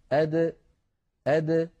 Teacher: فالدال من حروف قطب جد، فهي حرف مقلقل إن سكن، هكذا أد أد، لابد من إخراجها بالتباعد بين طرفي عضو النطق بدلا من التصادم بين طرفي عضو النطق حتى تظهر قلقلتها وتزول منها شدتها التي تزعج جهاز النطق عند الإنسان لو أخرجها بالقرع عند طرفي عضو النطق. · Term: القلقلة